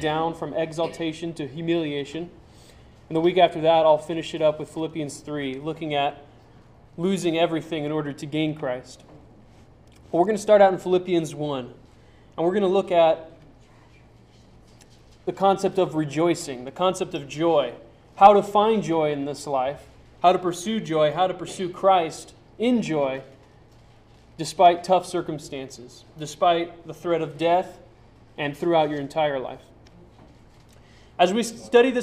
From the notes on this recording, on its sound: Sermon preached on November 2, 2009 at Church of the Good Shepherd in Glendora.